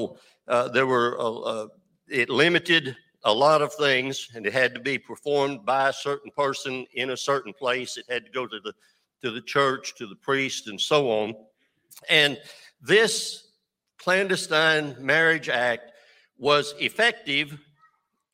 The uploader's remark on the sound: This JAT was recorded live on November 6th, 2022 at Newark United Pentecostal Church.